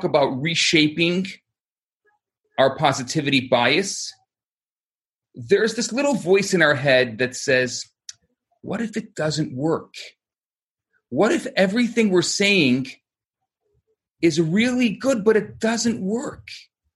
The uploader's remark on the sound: Recorded Live on Zoom